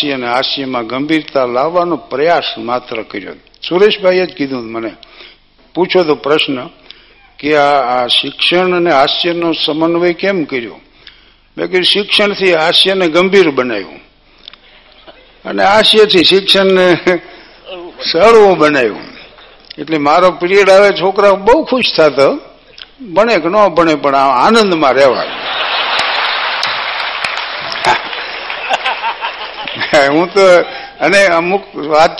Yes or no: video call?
no